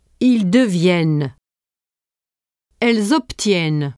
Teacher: the presence of double n denasalizes the vowel into e, as in les, and the n is pronounced